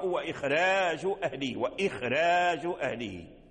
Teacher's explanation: فلفظ الإخراج هي التي جاءت فيها الراء بعد الخاء وهي مرققة